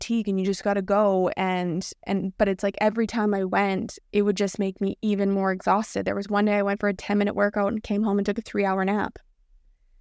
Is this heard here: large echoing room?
no